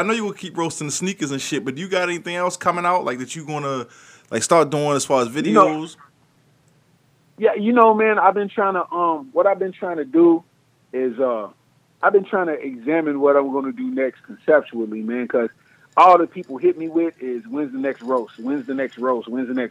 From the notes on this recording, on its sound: called